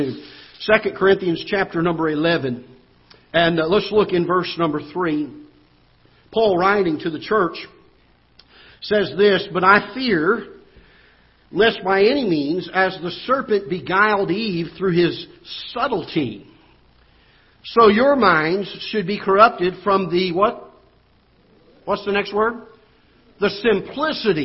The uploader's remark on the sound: Ketha Heights Baptist Church ~ Live Broadcast